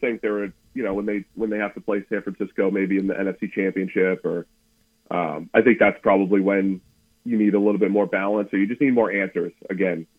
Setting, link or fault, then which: link, phone line